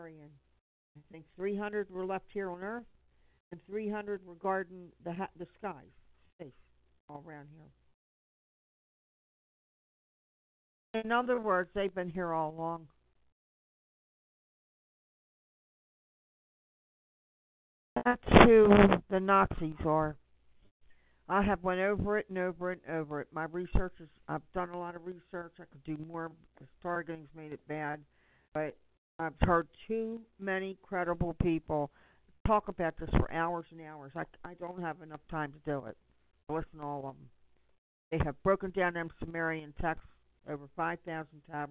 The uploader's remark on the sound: Conference call for general chat, support